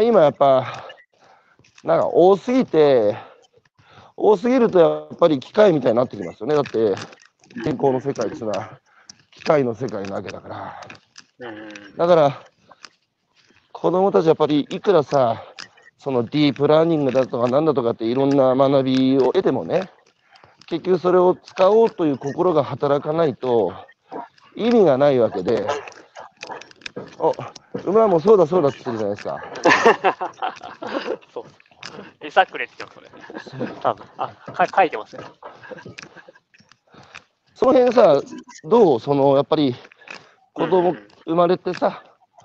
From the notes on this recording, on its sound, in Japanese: 歩きながら1時間、対談する